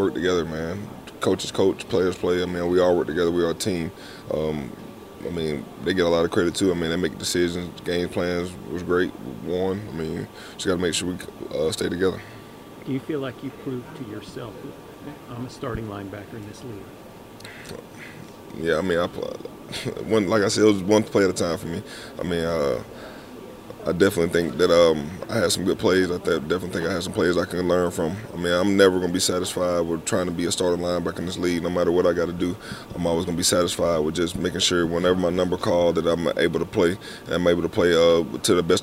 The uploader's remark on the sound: spoke to the media during Monday’s end-of-season press conference